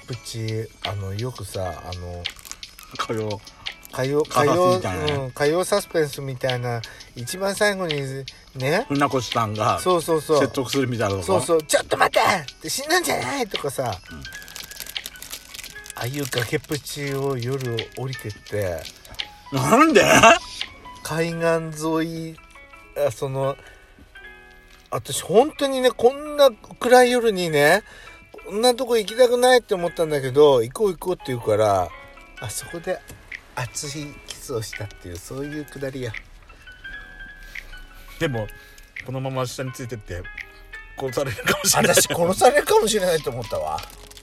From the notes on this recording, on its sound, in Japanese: パーキング収録